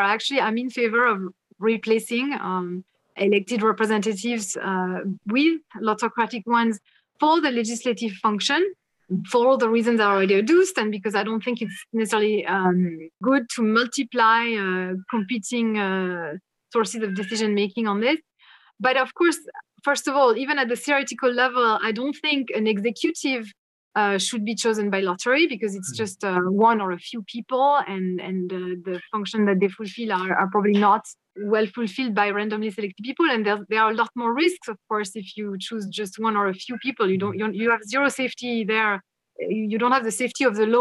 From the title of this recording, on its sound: Special Webinar